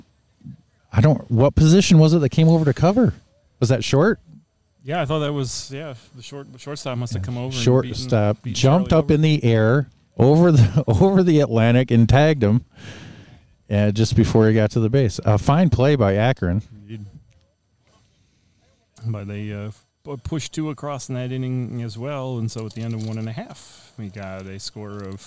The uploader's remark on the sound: MVBBF in Frankenmuth. From the Michigan Vintage Base Ball Festival back in June.